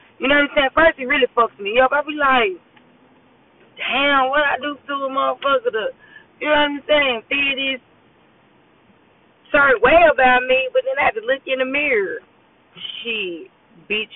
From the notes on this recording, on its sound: Excuse the yo and down sound I was driving to work